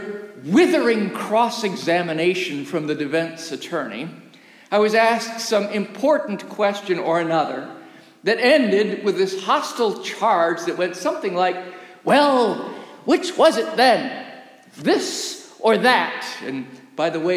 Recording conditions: large echoing room